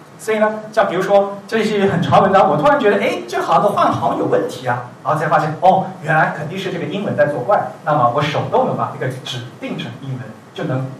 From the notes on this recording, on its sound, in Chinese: 文瀛讲坛第二期于 7 月 28 日在同济大学中芬中心开讲。本期节目为现场录音的精选剪辑版。